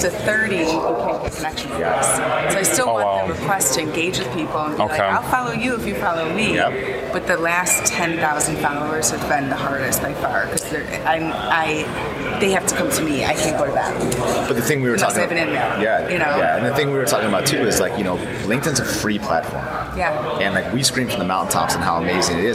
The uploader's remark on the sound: At the Transportation Intermediaries Association Conference in San Diego